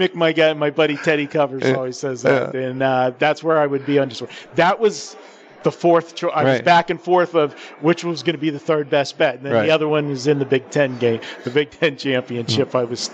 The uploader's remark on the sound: live from the Superbook at the Westgate